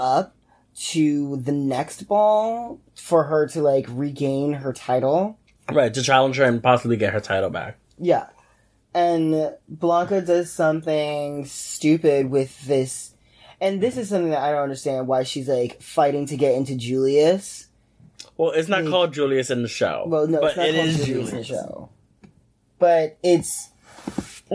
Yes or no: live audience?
no